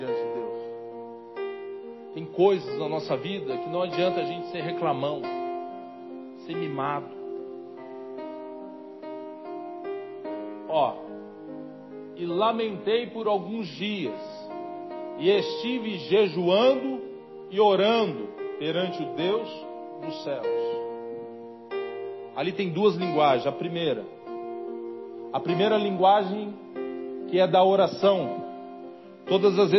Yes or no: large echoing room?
yes